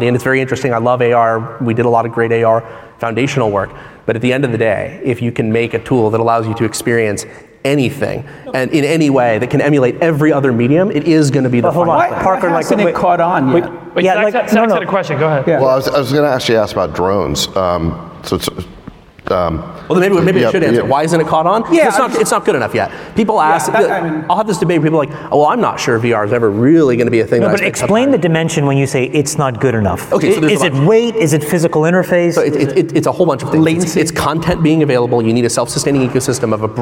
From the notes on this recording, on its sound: This talk was recorded LIVE at the All-In Summit in Miami!